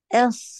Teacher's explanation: أقصى اللسان في الصاد هو اللي بمرتفع، لكن أقصى إس اللسان في السين نازل.